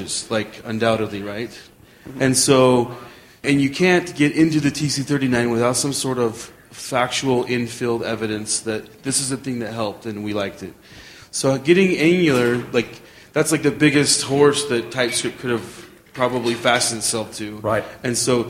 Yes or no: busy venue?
yes